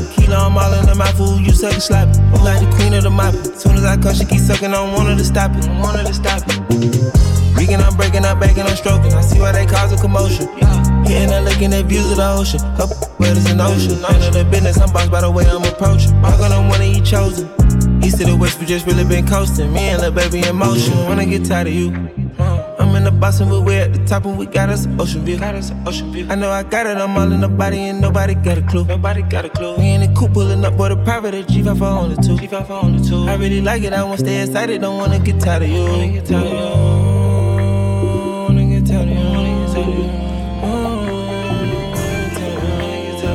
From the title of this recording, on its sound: LIVE at KitchenCray Cafe